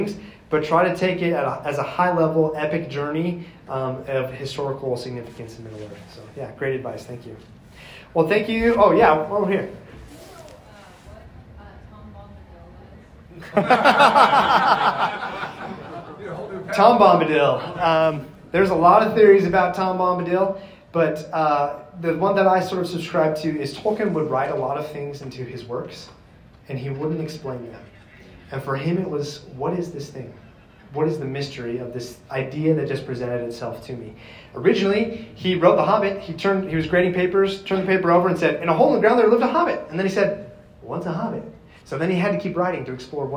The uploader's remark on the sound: My Panel at FanX 2023. My live presentation from FanX 2023.